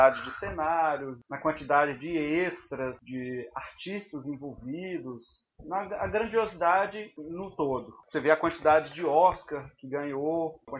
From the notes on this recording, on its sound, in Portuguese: Gravado remotamente, qualidade comprometida #covid19.